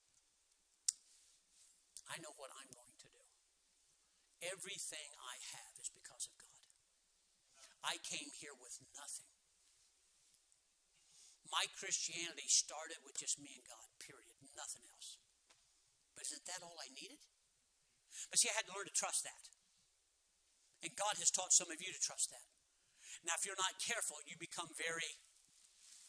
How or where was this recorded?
large echoing room